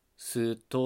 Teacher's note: すけど、非常によくまとまってると思うので、気になる方はぜひ読んでいただけたらと思います。外来語が学習者にとって難しいっていうのは、まあ、一つは発音のズレみたいなものですよね。まあ、音節っていうものが言語学で考えられるんですけど日本語の音節は子音一つ母音一つっていうのが基本なんですよね。それに対して英語っていうのは子音が続いたりとかあるいは音節が子音で終わるっていうことができるわけですよね。例えば「strike」っていうねこの英単語が日本語に入ってくる時にまず最初の STR っていう子音が3つも続いてるわけですけどこういう子音連続は日本語で許されないので「すと」っていうふうに間に母音を入れる